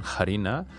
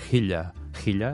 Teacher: el gascó ha regularitzat totes aquestes fricatives inicials i les ha convertit en aspirades